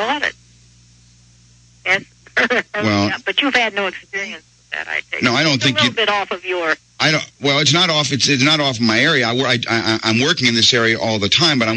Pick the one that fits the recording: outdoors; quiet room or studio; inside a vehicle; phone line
phone line